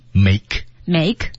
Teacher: 那么 make 啊，应该有失去爆破啊